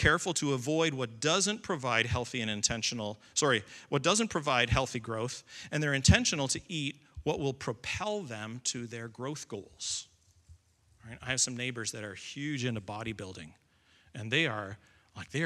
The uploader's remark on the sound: Recording of Sunday morning service